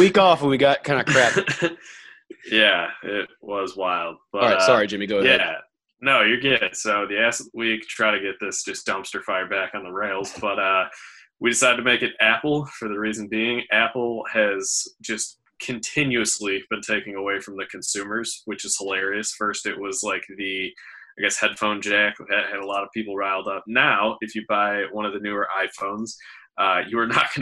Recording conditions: video call